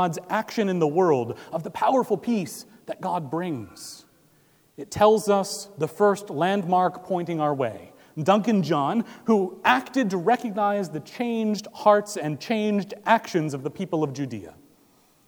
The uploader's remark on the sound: Recorded December 10, 2017 at Trinity Presbyterian Church in Bixby, Okla.